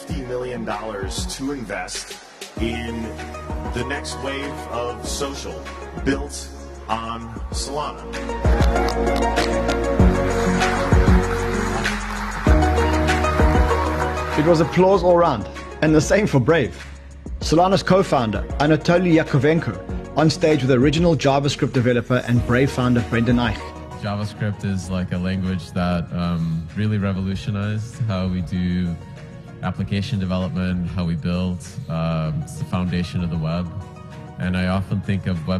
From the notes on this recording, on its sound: at the recent Solana Breakpoint conference